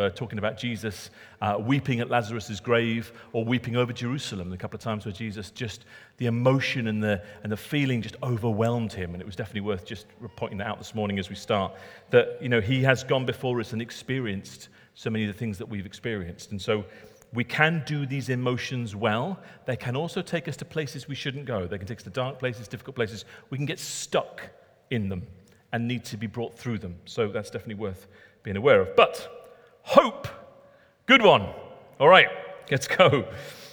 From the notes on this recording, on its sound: Recorded at Middlesbrough Community Church.